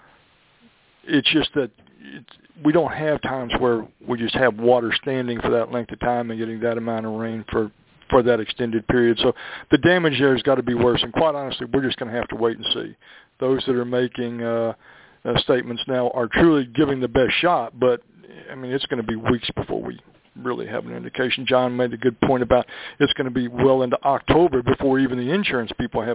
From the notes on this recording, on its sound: Monthly Conference Call On Cotton.